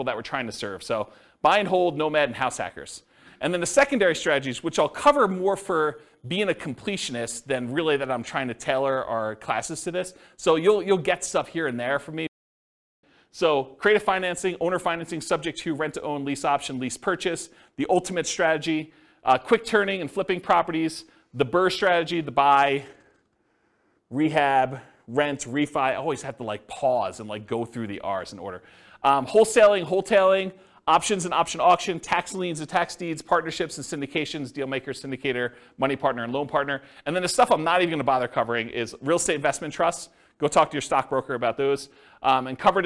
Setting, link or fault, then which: setting, live audience